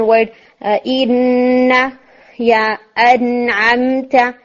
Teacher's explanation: नून में हम्स नहीं हो सकती, इसमें नेचुरल जहर है